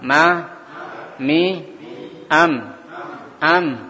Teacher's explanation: Ada sedikit keluar dari hidung. Am, ada keluar sedikit dari hidung, dengungnya di situ ya. · Term: gunnah